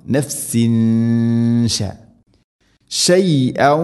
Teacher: തൻവീന് ശേഷം ഷീന് ഇഖ്ഫാ ബിഗുന്ന അവ്യക്തമാക്കി മണിക്കണം.